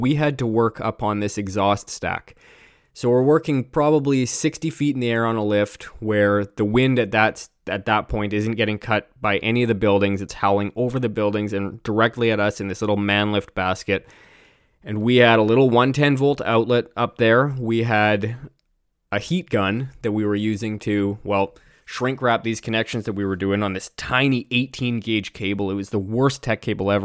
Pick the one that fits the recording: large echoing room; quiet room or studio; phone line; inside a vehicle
quiet room or studio